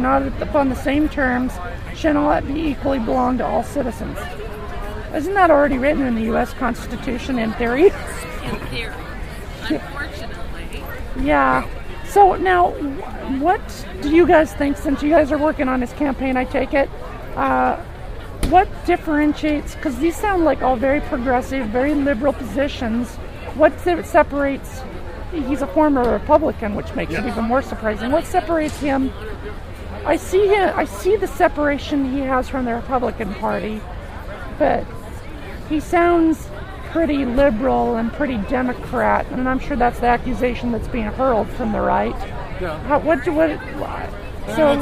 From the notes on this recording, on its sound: 2006 Portland Pride Parade -walking along the parade route as a spectator -marching with Affirmation and a TW listener. Pride Festival at Tom McCall Waterfront Park.